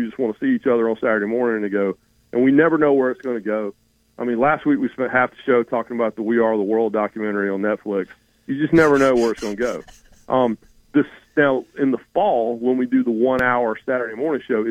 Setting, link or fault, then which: link, phone line